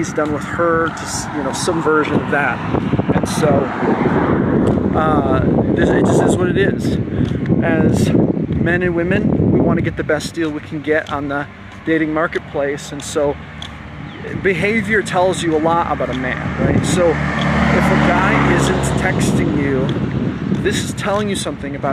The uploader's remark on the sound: Note: I apologize for the wind noise!!!! This was a clip I recorded while on a walk—so it’s raw and unfiltered!